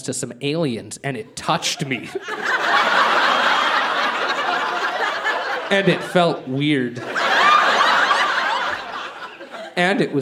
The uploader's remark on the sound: Recorded live at the Artesian in Regina, SK.